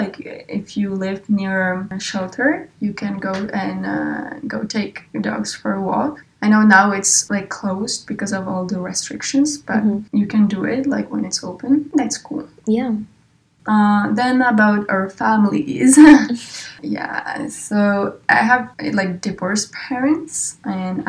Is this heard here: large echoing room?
no